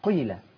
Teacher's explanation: القاف دايما قيله بيدوها اشمام شويه